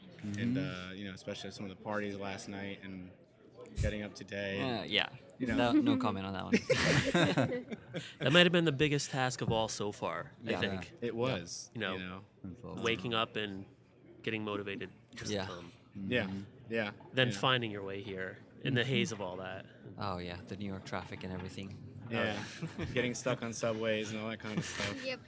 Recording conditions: busy venue